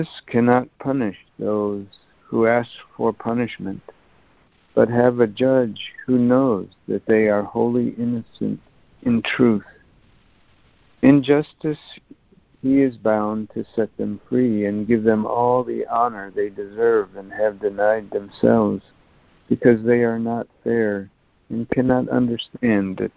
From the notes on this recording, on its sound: ACIM Daily Conference Call